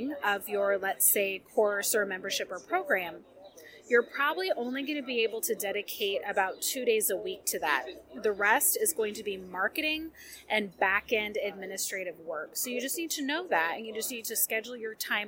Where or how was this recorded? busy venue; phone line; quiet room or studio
busy venue